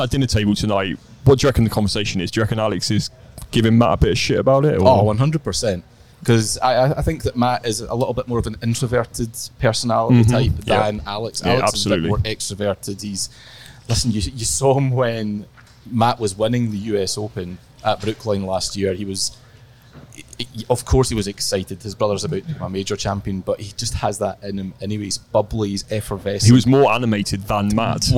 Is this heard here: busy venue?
yes